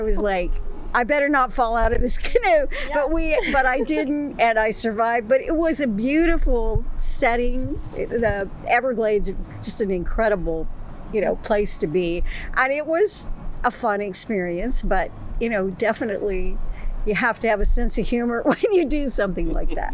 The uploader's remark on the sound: On Location at Duplin Winery in Panama City Beach. From Duplin Winery PCB.